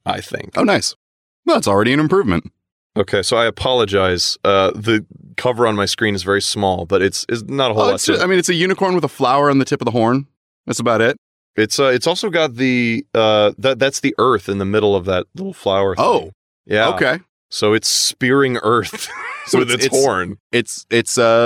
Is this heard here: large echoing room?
no